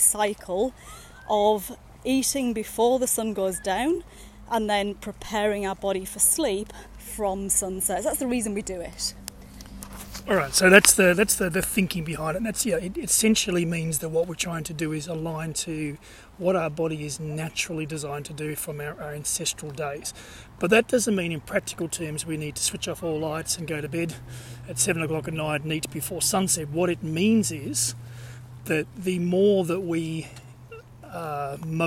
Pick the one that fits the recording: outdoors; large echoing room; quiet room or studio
outdoors